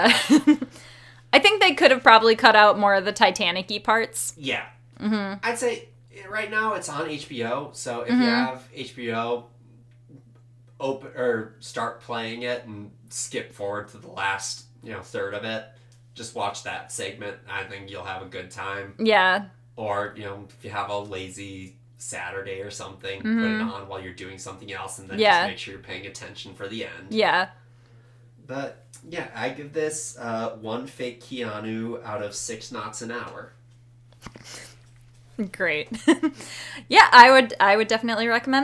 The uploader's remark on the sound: Apologies for the sound quality: our producer mixed up the stereo setting with the bidirectional setting